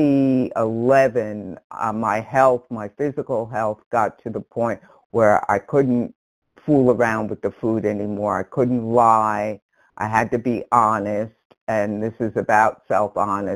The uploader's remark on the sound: from the 100 Pounders Phone Meeting, 12/1/22